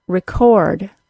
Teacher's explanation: The verb version is record, with the second syllable stressed.